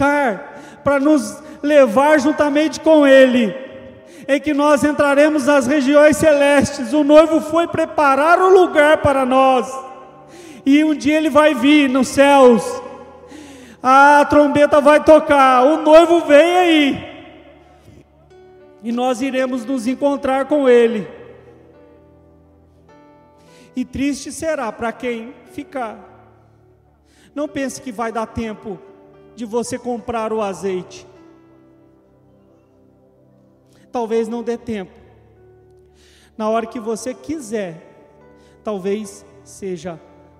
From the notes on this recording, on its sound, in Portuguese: Gravado ao vivo na igreja.